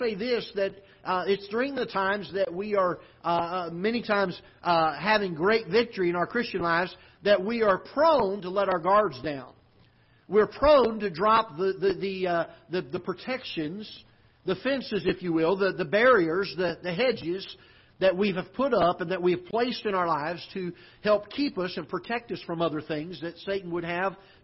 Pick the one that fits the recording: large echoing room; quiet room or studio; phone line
large echoing room